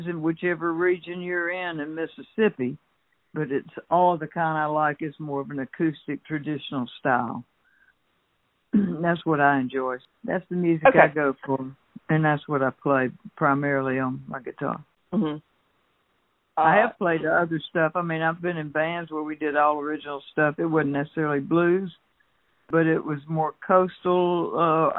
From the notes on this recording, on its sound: Had a fun phone conversation